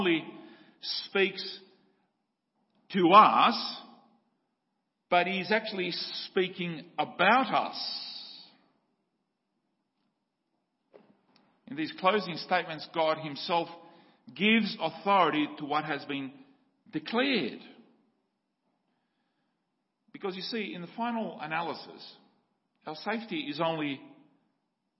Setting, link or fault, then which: setting, large echoing room